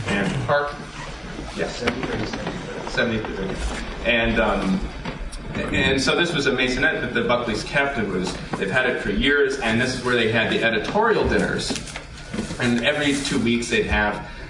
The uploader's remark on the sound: A panel discussion recorded at the Conservative Political Action Conference, Washington DC., on 2/28/2009.